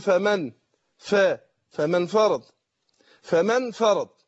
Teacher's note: بتذهب او بيذهب ذات النون وبتبقى الصفه، يبقى اللي بين الميم والفاء غنه ليس الا، مش النون · Term: غنة